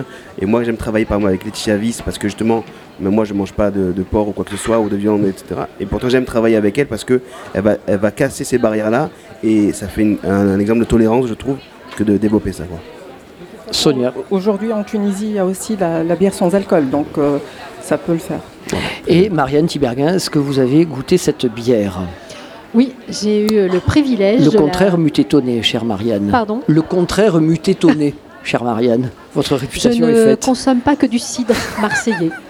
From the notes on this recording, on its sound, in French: Radio Grenouille au Festival Kouss Kouss 2022 - Bistro du Petit Saint-Louis. Installe son plateau radio à la Brasserie du Petit Saint-Louis à Marseille, au cœur même du quartier Noailles.